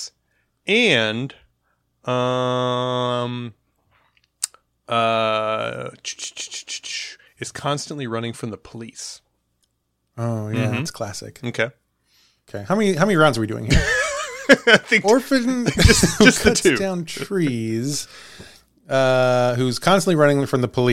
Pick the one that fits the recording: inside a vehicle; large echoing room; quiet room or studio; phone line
quiet room or studio